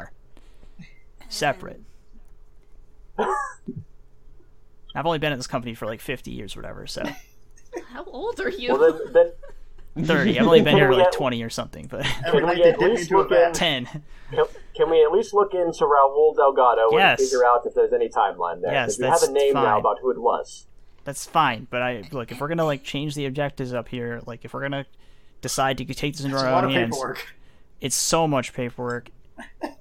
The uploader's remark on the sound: Today's episode is riddled with some audio quirks, but we press on!